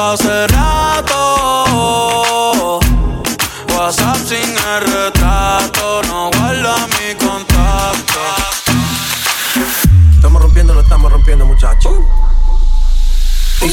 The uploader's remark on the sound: SET LIVE RECORDED AT EL SOCIAL KITCHEN GASTRO BAR